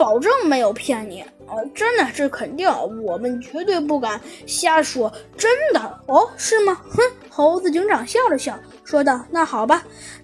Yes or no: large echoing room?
no